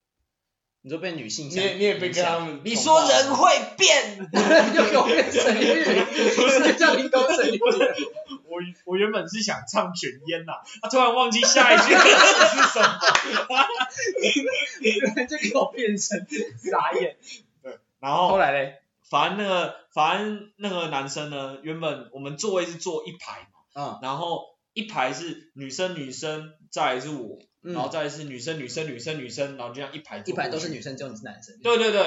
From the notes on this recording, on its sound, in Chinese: 因為還在各種嘗試錄音方式，音質可能會有落差。